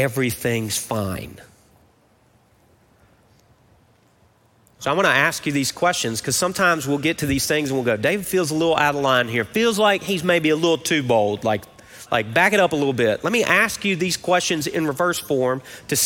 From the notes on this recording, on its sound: Recorded live at Brookwood Church on 08.06.23.